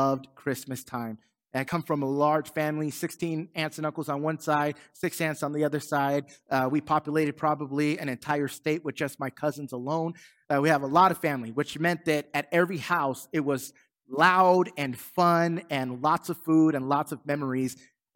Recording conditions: large echoing room